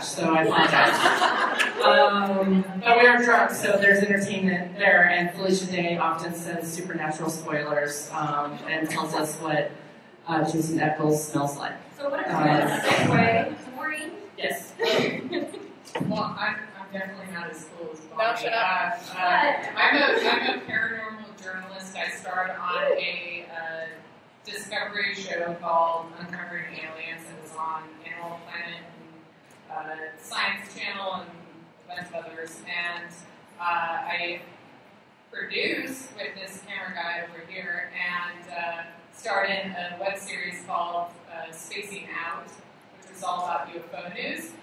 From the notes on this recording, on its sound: The Women in Geek Industry panel at Denver Comic Con 2015 was packed and the ladies were center stage!